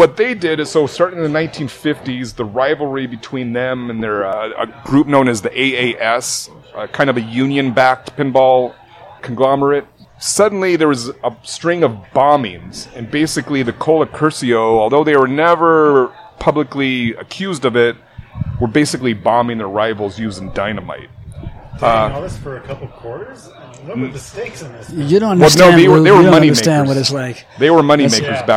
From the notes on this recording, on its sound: Shorty's Coney Island is way more than a dive bar, it's a true Seattle institution. Recorded live at Shorty's Coney Island.